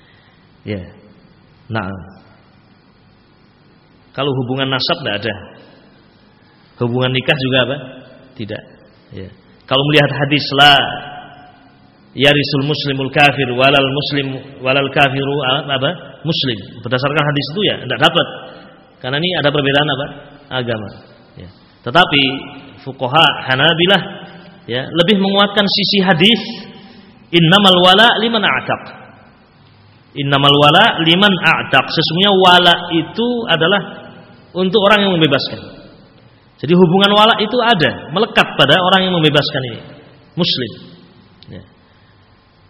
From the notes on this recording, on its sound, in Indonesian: Dari Masjid Ibnu Taimiyyah Sanggrahan, Grogol , Sukoharjo. File Audio 32kbps.